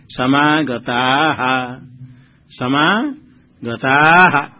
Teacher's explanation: आ लंबा करके विसर्ग उच्चारण करना